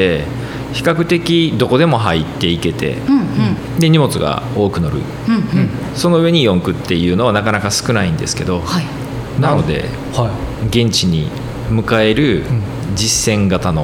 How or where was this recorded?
busy venue